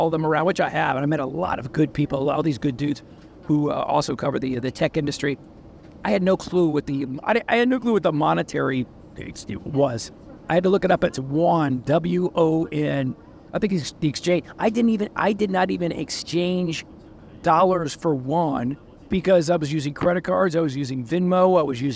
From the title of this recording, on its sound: Live From Seoul Korea At Samsung Unpacked 2023